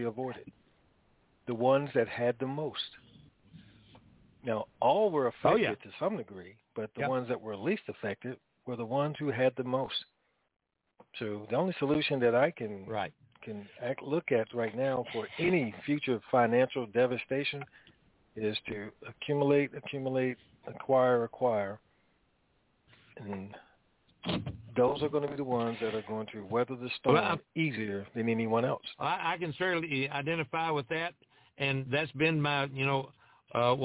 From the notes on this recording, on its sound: TNTSuperfantastic Conference Call